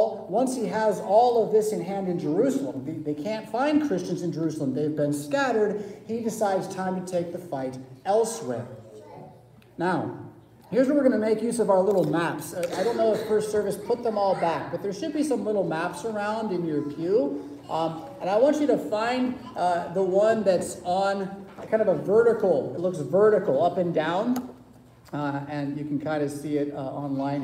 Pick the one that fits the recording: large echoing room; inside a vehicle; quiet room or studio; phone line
large echoing room